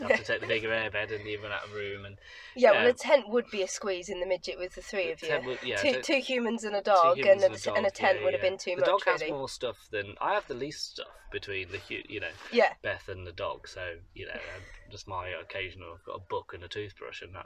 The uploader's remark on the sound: all recorded from my 1968 Morris Minor, Peggy